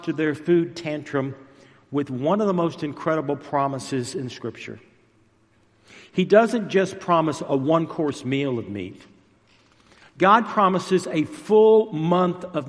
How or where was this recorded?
large echoing room